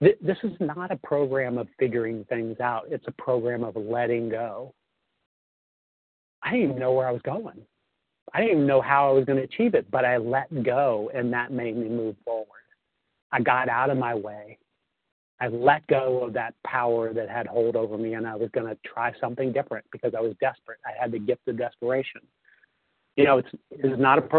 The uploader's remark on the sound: 100 Pounders Phone Meeting, 3/28/23